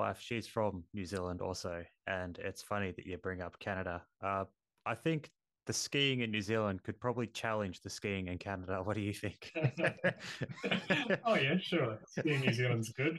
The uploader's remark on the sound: This podcast was recorded on Zoom.